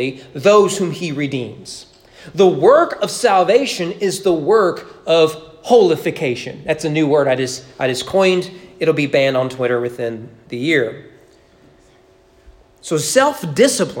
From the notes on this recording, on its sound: Sermon preached at East Frankfort Baptist Church on February 21, 2021 during morning worship.